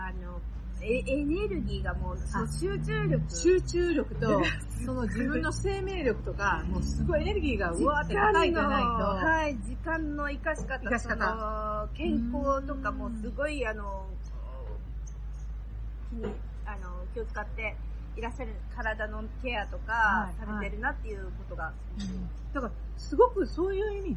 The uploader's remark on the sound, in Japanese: 室外での収録のため、大変聞きずらいと思いますが